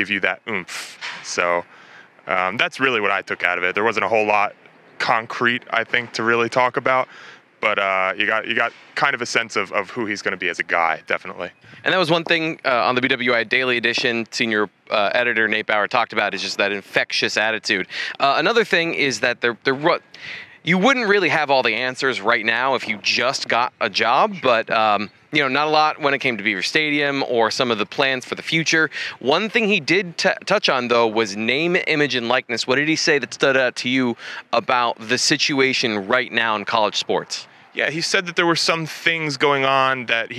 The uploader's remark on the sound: Shared their thoughts about the event outside of Beaver Stadium.